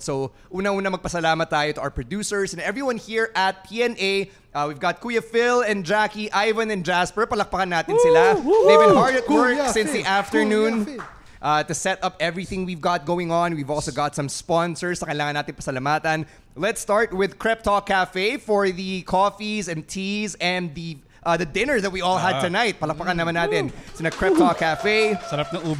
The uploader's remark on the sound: the live recording session at the PNA Studios